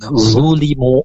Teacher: Zulimu, mirip dengan huruf za ya. Cuman dia tengah lidahnya itu terangkat. Dia punya sifat itbaq. Nampak zulimu lebih tebal suaranya.